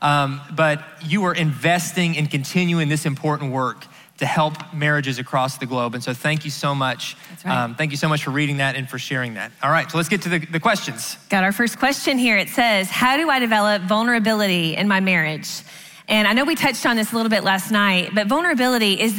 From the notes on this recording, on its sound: Answer questions live at the XO Conference 2019.